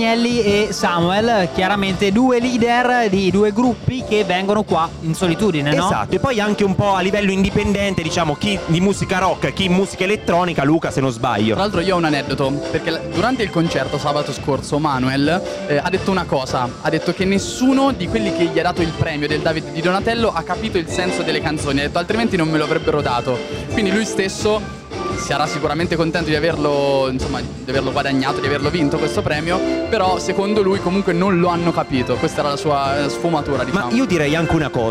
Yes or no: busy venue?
yes